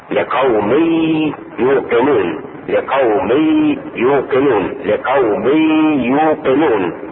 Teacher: ادغم التنوين في الياء لقوم يوقنون، لقوم يوقنون، لقوم يوقنون، لا لقوم، لا لا لقوم، بل لقوم يوقنون.